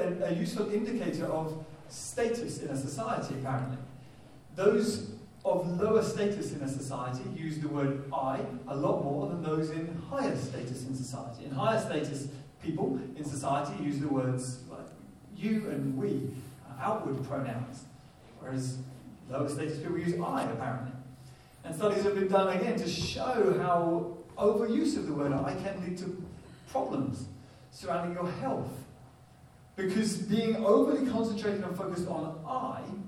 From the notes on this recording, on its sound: Poor Audio Quality